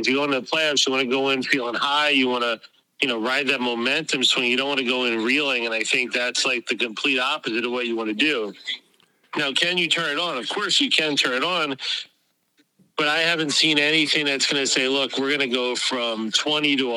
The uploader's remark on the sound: phones in and tries to provide him with some answers as well